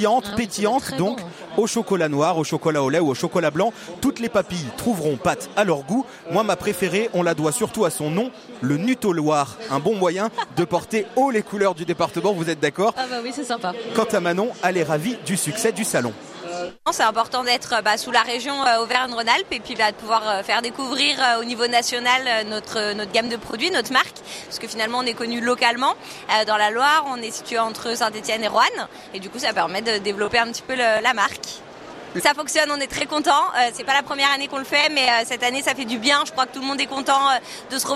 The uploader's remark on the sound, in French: En direct du Salon International de l'Agriculture